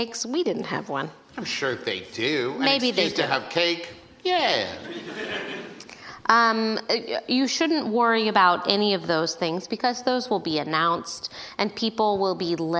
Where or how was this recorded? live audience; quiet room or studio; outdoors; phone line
live audience